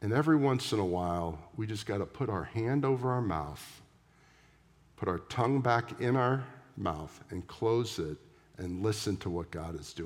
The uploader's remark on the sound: at the September 17, 2023 Sunday morning services of Boca Raton Community Church in Boca Raton, Florida